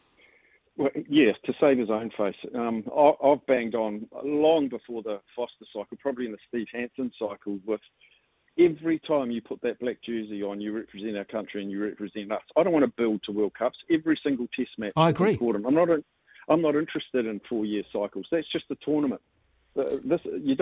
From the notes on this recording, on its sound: called